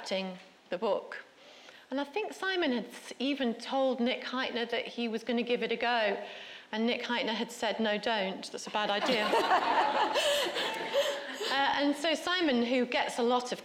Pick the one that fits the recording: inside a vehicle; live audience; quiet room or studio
live audience